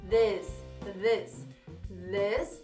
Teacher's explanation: o som do i aqui fica é, é. Não fica i, não fica i, não fica vis, fica vez, vez.